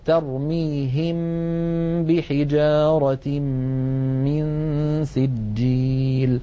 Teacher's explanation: أن تأتي ميم ساكنة بعدها باء اسمه الإخفاء، نطبق الشفتين هكذا على الميم ونغن ثم نفتحهما على الباء، ترميهم بحجارة من سجيل، وهذا أمر يعني فطري يفعله الإنسان